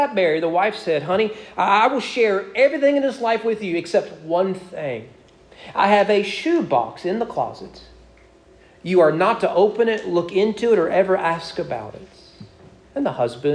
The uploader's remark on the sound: Sermon preached at East Frankfort Baptist Church on June 26, 2022.